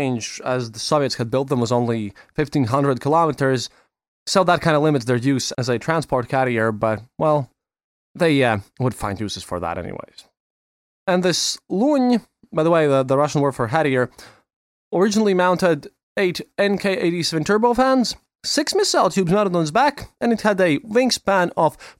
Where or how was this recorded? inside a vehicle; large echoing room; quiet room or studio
quiet room or studio